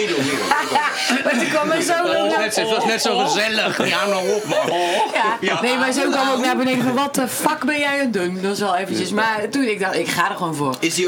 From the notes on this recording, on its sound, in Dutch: Er hangt een ontspannen sfeer in de Kleinste Kroeg van Nederland, backstage bij De Vrienden van Amstel LIVE.